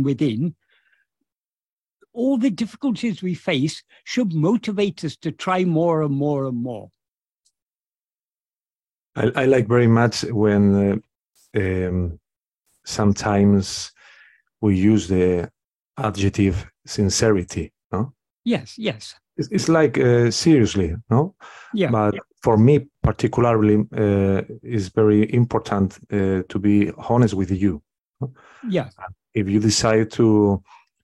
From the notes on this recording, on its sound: In a Zoom meeting of ‘Yo Soy Tu Mismo’ (a group of Spanish devotees of Bhagavan Sri Ramana).